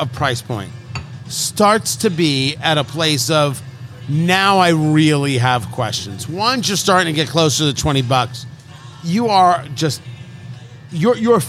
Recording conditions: busy venue